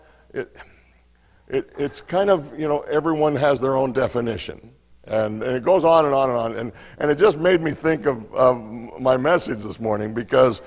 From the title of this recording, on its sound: Mt. Zion Church Live!